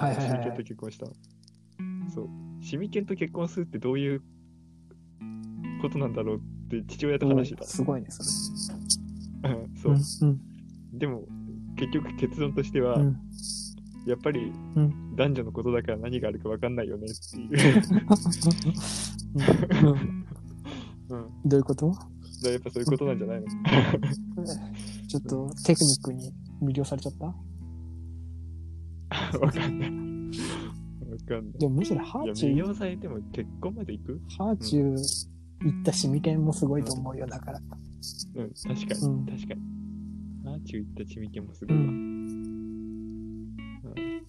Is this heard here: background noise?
yes